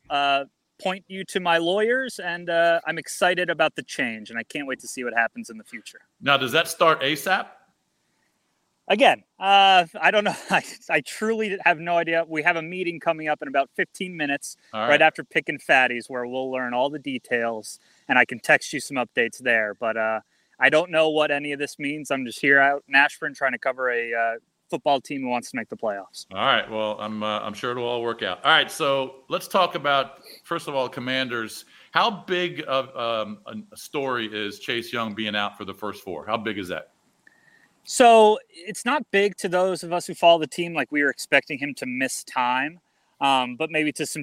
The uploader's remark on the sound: live from Washington practice